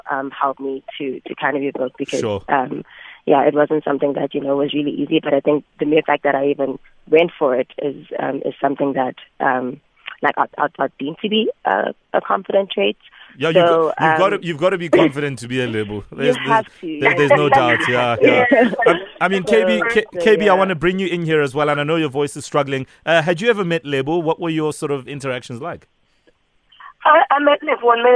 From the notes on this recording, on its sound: PHONE INTERVIEW